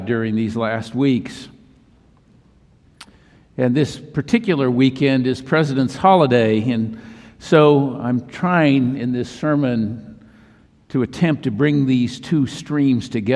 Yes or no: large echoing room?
yes